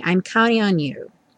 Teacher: E o counting, muitas vezes, vai ter a pronúncia reduzida para counting. Ou seja, o T some e você só escuta mesmo o N